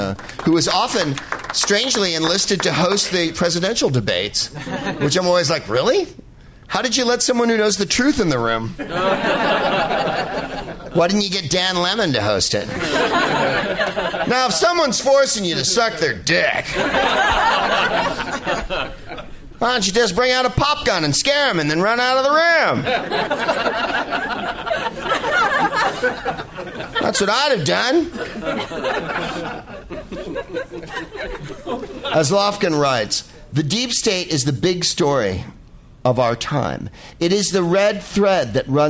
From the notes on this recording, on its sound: Live from the Punchline in Sacramento